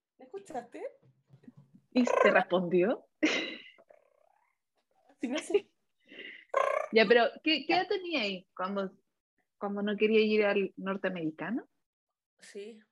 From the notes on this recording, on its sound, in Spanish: Un programa piloto que ciertamente no tiene la mejor calidad de audio pero que disfrutamos mucho grabar.